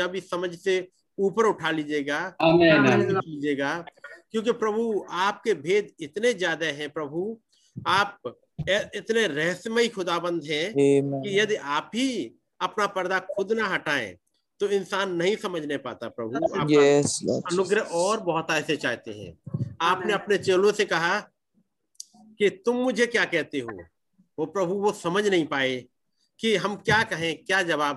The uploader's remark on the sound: Zoom Meeting.